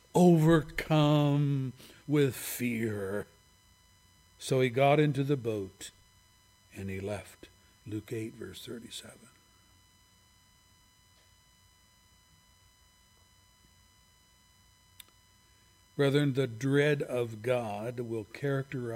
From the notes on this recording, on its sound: services recorded at Thornville Baptist Church